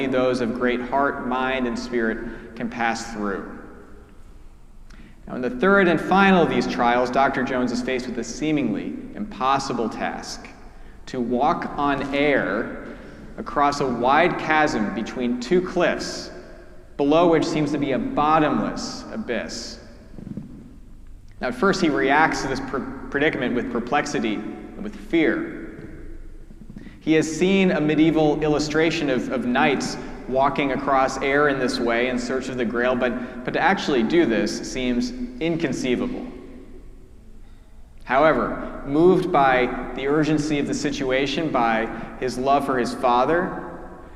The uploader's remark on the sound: preached at our celebration of the Holy Eucharist on the Fourth Sunday after Lent